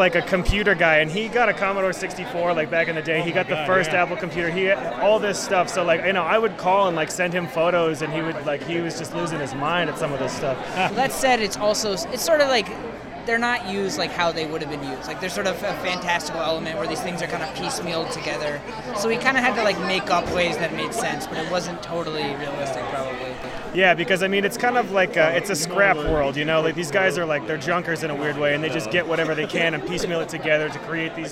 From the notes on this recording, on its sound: Red carpet interviews taped at Tribeca Film Festival